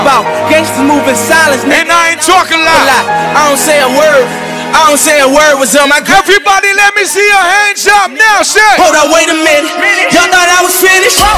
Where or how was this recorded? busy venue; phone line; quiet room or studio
busy venue